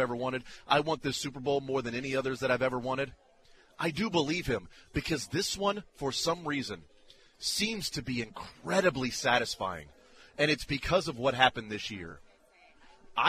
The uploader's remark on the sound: Monday Morning Super Bowl championship press conference live from Las Vegas.